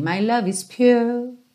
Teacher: Você percebe na gravação que não tem aquele R no final